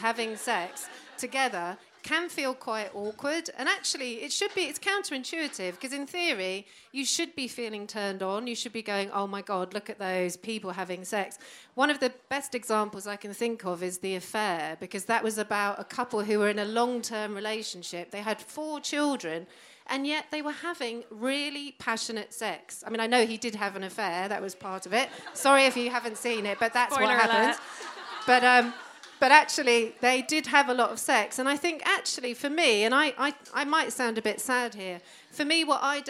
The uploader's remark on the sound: Live segments of the show recorded at Old St Records in Shoreditch.